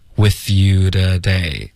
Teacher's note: With 跟 you 连读 with you.然后后面 today 的这个 t，它发的特别弱，几乎就是浊化了